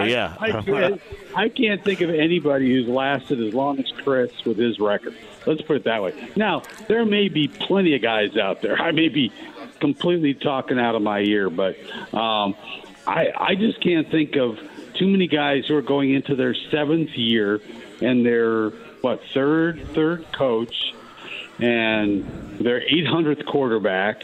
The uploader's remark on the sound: Live From Harrah's Hoosier Park Racing & Casino! He then opens the phone lines up and takes a call on the Colts.